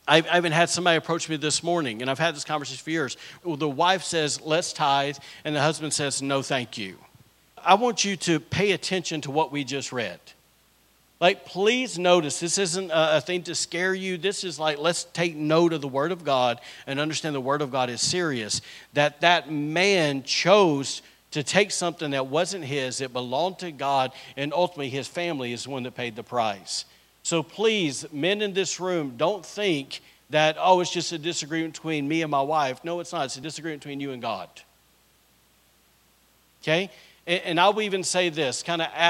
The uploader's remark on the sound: was recorded on Sunday, January 21st, 2024, during service at The Anchor Church in Rockport, Maine.